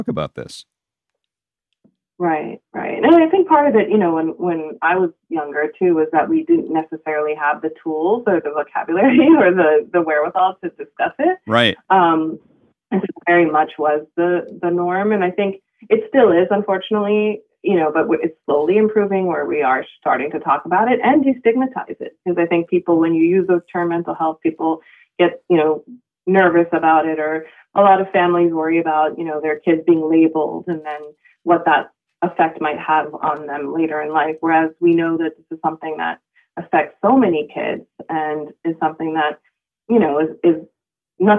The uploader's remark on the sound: called in for a lively chat